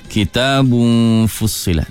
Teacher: pastikan dengung ikhfa apabila tanwin bertemu fa tu ditujukan ke arah bunyi fa. Maksud dia dengar bunyi dengung tu sudah menggambarkan selepasnya adalah huruf fa.